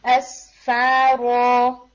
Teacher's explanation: میں نا فا کے اندر ہلکی ہیوینس ایڈ ہو گئی تھی، تو میک شور کہ آپ را کو ہیوی کریں گے تو فا جو ہے وہ لائٹ رہنا چاہیے